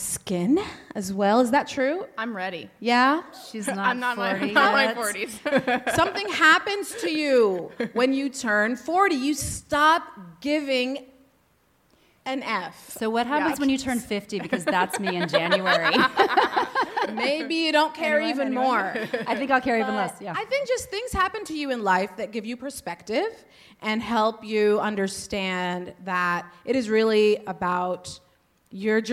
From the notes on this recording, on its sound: F*ck Mom Guilt World Tour Live. Joined live on stage at Betabrand in San Francisco.